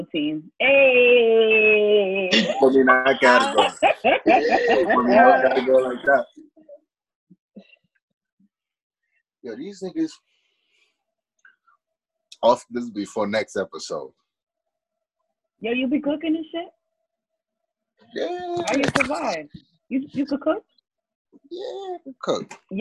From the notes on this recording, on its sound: sorry we have been having a few technical difficulties due to this new way of recording our podcast